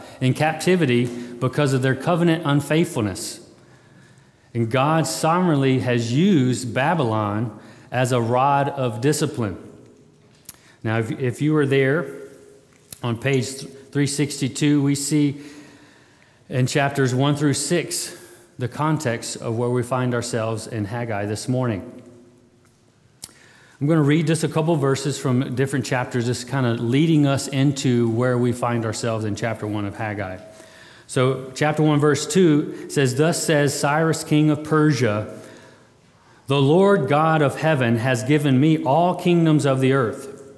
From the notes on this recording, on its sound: February 20, 2022 at Immanuel Baptist Church